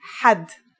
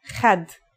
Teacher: Ha is pronounced in a deeper part of the throat than Kha.